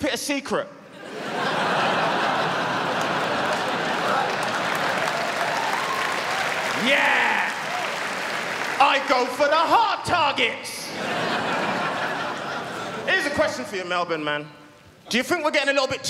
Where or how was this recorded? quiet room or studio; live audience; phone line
live audience